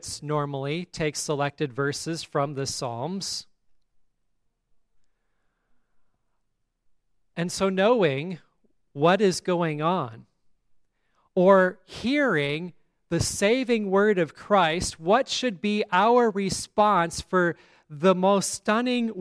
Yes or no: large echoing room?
yes